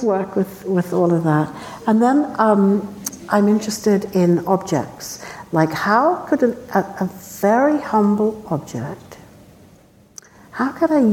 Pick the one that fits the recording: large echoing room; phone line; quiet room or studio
large echoing room